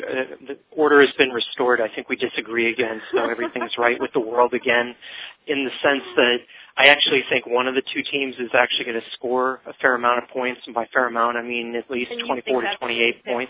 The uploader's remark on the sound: fan interaction via phone